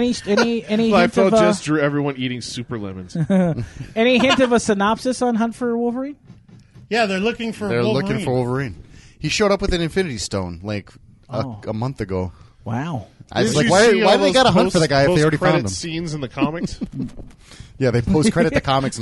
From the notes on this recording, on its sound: Recorded live at Maui Comics & Collectibles.